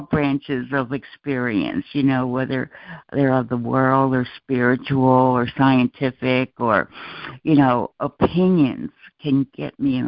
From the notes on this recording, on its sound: ACIM Daily Conference Call.